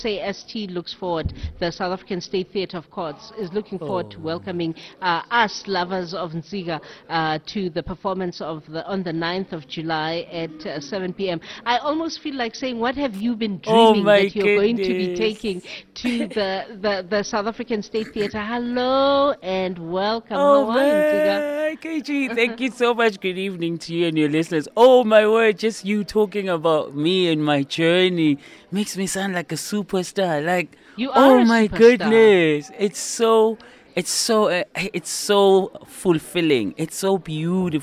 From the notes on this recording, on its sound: Live at State Theatre. Live at the South African State Theatre (Tshwane).